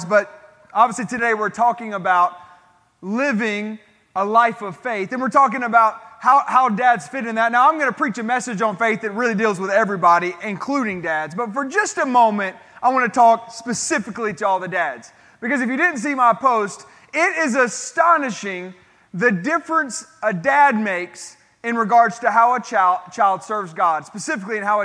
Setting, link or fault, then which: setting, large echoing room